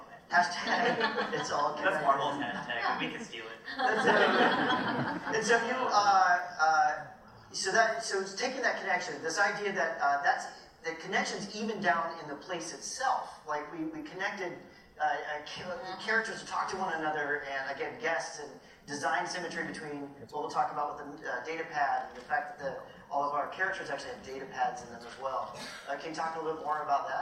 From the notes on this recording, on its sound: Disneyland. This episode is the audio from a special Q&A with Imagineering during a media preview of the new land.